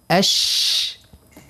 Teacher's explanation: هذا يا حرف تفشي والتفشي هو الانتشار